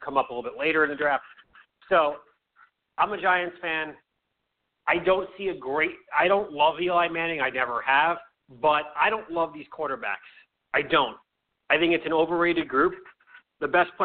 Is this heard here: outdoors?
no